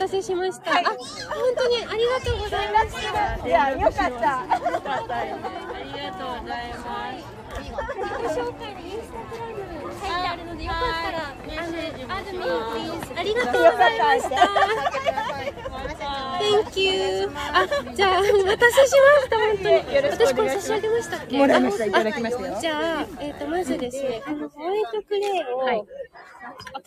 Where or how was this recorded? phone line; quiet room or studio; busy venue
busy venue